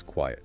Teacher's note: That little E sound in quiet makes all the difference. Turns one syllable into two, almost.